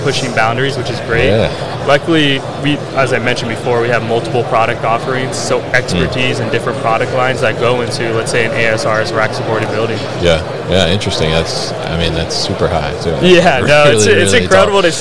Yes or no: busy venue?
yes